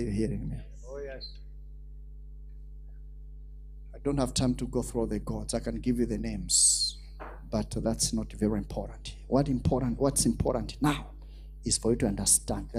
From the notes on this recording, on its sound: This episode was extracted from our Live Church Service.